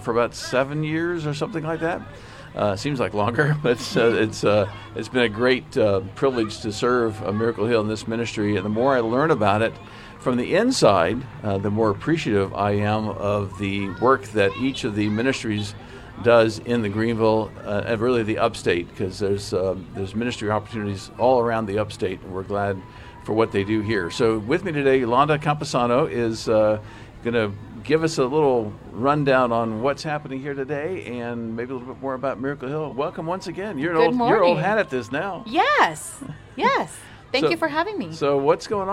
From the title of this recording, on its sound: Live from the 2022 Miracle Hill Kids’ Ninja Challenge